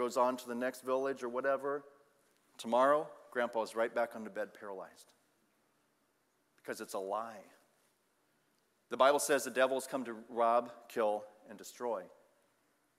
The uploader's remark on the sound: Sunday Evening Service